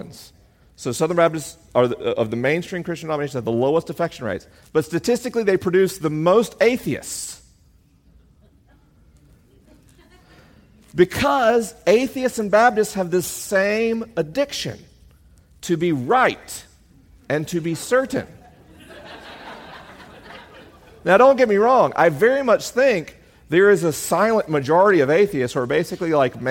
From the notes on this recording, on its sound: LIVE in Atlanta, GA. This week is a live episode: the questions are unscreened and the answers are unrehearsed.